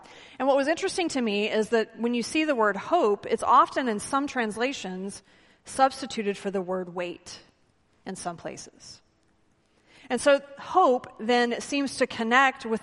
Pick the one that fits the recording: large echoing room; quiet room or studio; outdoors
large echoing room